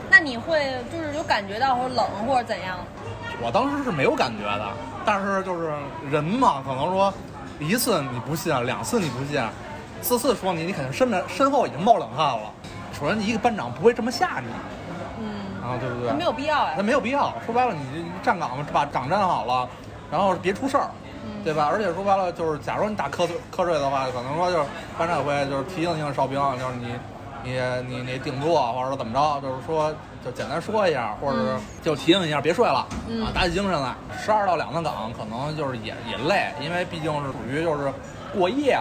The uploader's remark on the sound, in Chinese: 这期节目是在餐厅录制的，底噪比较大，望大家海涵。